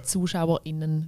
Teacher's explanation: dass ich die Sternchen quasi als Glottisschlag für die Sprachnerds unter uns ausspreche. Also zum Beispiel ZuschauerInnen wie das Gegenteil von Zuschauer außen.